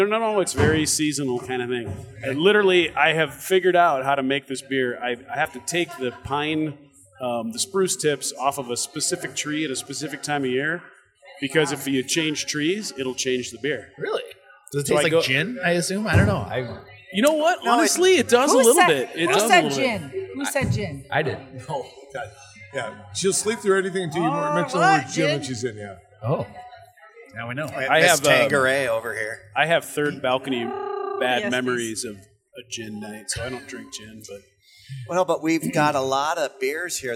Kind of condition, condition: setting, busy venue